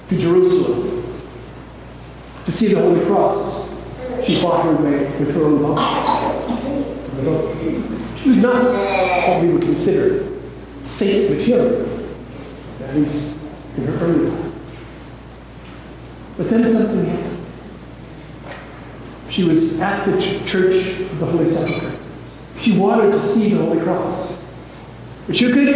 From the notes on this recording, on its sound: please excuse the audio quality